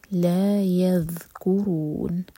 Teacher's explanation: ذال تاکین پر تھوڑا سا ٹائم دیا جاتا ہے تو جلدی نہ پڑھیں ورنہ قلقلہ ہو جائے گا